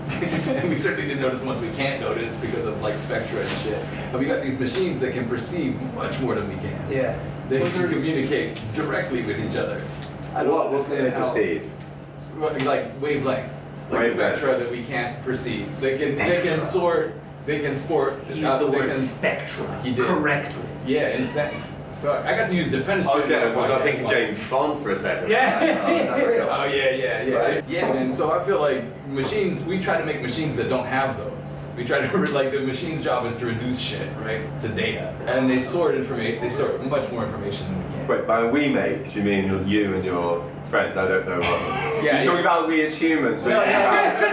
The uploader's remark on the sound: Live From Tokyo. A very lively live round table from 042 Union Kokubunji.